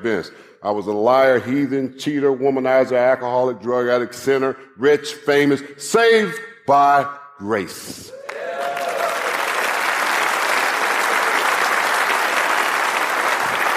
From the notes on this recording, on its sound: live message from the Kingdom Men's Gathering